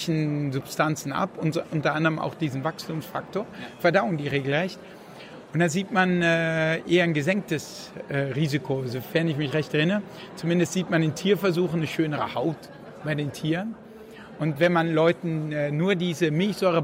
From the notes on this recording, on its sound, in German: auf der re:publica in Berlin aufgezeichnet.